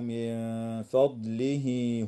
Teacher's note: وتخفى النون الساكنة مع الغنة مرققة في قوله تعالى: من فضله